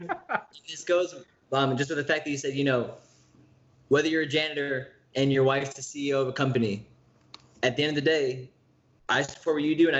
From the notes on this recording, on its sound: We apologize for any lagging or audio mishaps, we are working on getting better equipment.